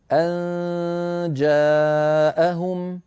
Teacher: أرجو أن تنتبه إلى عدم تفخيم النون المخفى، يعني لما تقول أن جاء ولا تقول ليس هناك تفخيم، لأن النون مرققة والجيم التي بعدها مرققة، فمن أين يأتي التفخيم يا أخي؟